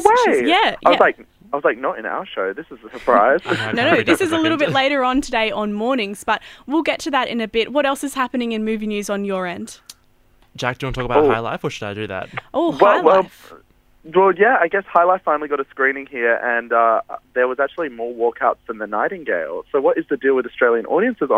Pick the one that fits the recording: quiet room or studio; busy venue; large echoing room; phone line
phone line